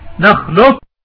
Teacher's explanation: ومنهم من يقول أن هذا الإدغام إدغام ناقص، بمعنى ذهاب ذات القاف وبقاء صفاتها إلا القلقلة ووضعها على الكاف